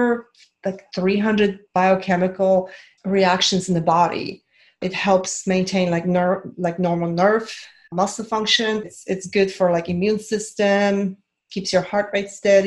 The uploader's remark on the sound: This is a replay from a zoom call